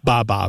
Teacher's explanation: It's such a basic fundamental sound that B sound coming off the lip followed by a vowel is also very similar to the first sounds that babies make.